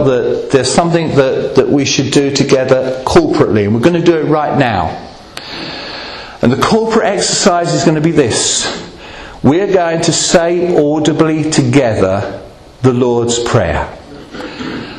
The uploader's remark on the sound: Recorded at Rayleigh Elim Pentecostal Church.